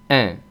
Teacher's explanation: Esto se consigue tirando hacia los lados de las comisuras de los labios. Una E muy abierta que casi parece una A, pero no, es como una E, es una E muy abierta. · Term: nasal de la E, la nasal de la E